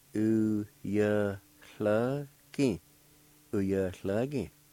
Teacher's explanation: There's a faint H sound right before the L.